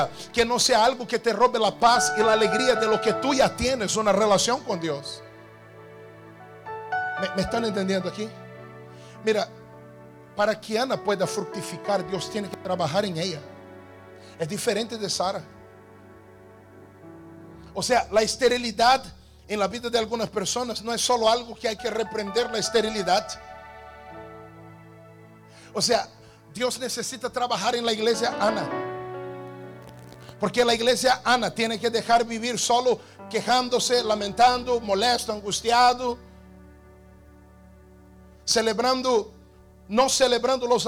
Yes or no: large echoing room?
yes